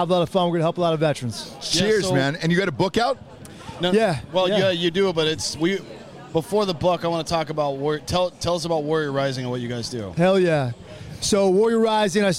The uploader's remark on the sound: live from a suite in FedEx field at the Washington Redskins game